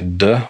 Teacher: If one pronounces that letter Dalet as a Dalet, as a Dalet derusha, which is a D in English, a plosive sound, that by definition cannot be extended. The moment you pronounce the D by expelling the air from one's mouth, you say D with the tongue behind the front teeth, then the sound is over as soon as it is pronounced, and it cannot be lengthened in any way.